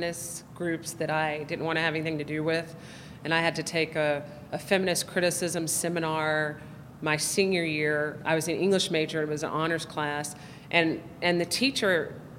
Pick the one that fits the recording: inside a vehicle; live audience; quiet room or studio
live audience